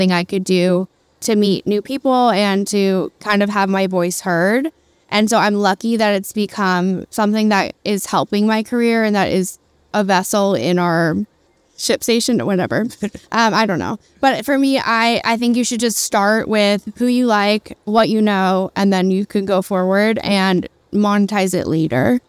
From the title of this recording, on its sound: Live at SXSW